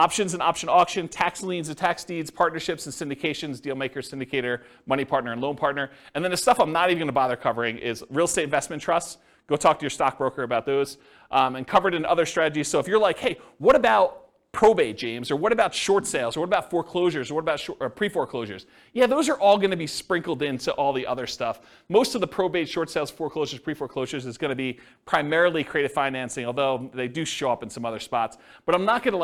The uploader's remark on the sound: This was a live class recorded